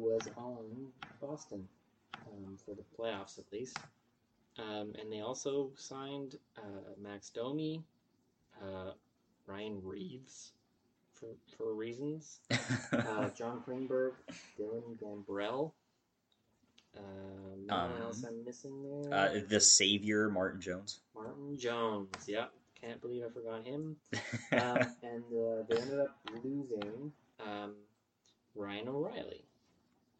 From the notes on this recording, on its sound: Technical difficulties episode